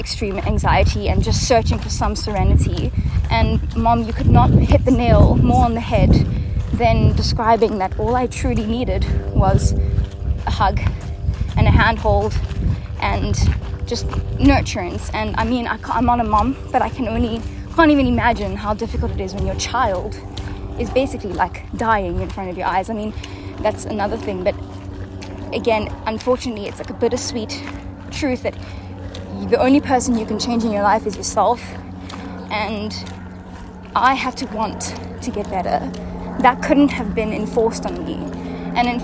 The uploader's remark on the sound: It was recorded whilst my mom and I were walking on one of our favourite trails - so you will hear some dogs barking, footsteps, background chatter and waterfalls…but I kind of like the organic unfolding of being out-and-about in nature with my mom.